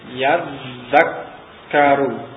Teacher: Seperti di sini ta sebelumnya ada zal, maka ta-nya itu terpengaruh oleh zal tersebut sehingga ta ini berubah menjadi zal